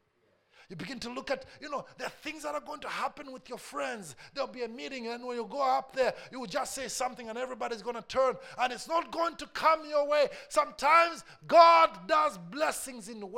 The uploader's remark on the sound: A message preached during our Tuesday service